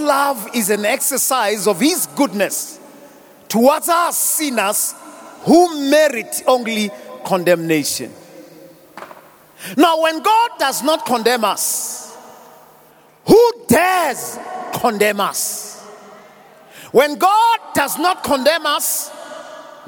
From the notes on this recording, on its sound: Preached at the Annual Good Friday Celebration held at Orlando Stadium at the Youth Service.